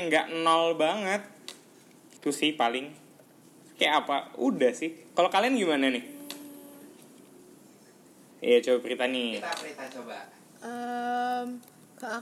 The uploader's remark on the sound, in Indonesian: Maaf ya P-assengers kalau agak mendengar grasak-grusuk dari audio kali ini.